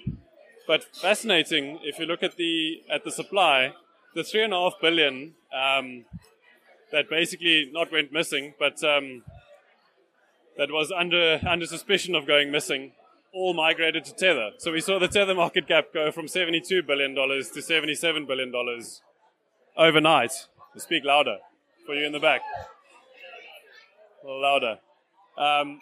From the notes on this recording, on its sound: Recorded live at the March Bitcoin Cape Town meetup. Does a live Q&A with attendees of the meetup.